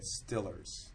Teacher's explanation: the L following it might pull the E down into an I territory, so you get Stillers · Term: shading